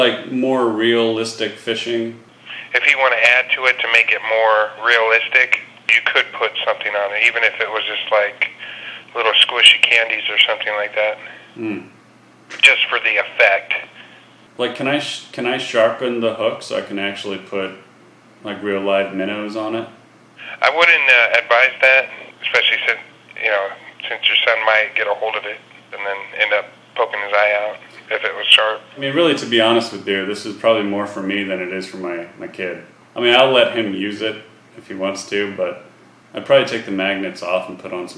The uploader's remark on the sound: RBCP's Personal Prank Phone Calls Collection